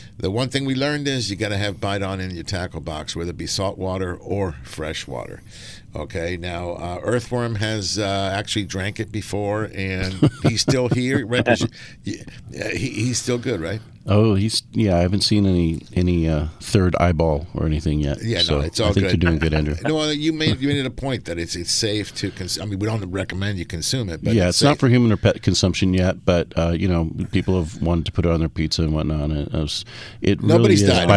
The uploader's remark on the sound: "LIVE" from Angel Stadium in Anaheim, CA